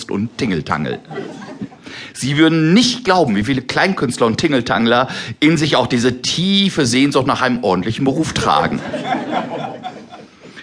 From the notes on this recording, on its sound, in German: Live-Programm